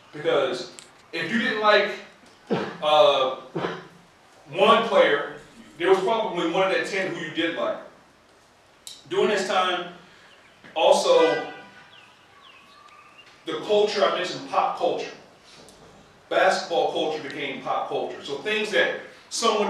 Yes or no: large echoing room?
yes